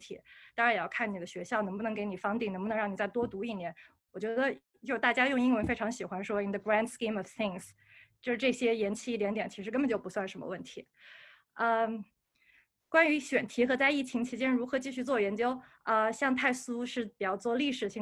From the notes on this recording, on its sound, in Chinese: 这期给大家带来了今天夏天我们组织的一场在线活动的录音